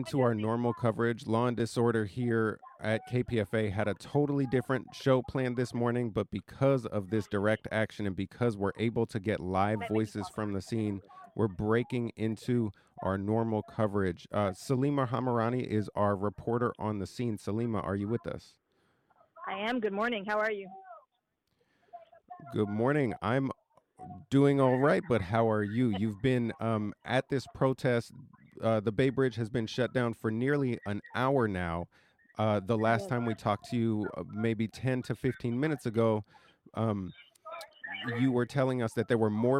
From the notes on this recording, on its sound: Live from the Scene. On today’s live show we preempted all of our normal coverage to go straight to the San Francisco Bay Bridge where protesters blocked all traffic in the westbound direction. KPFA.